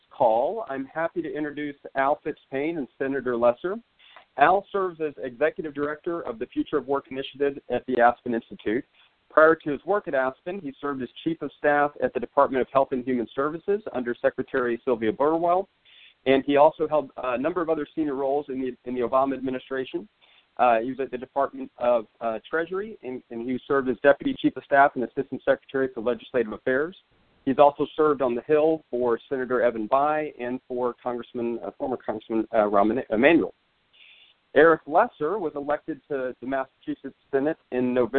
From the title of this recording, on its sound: Conference Call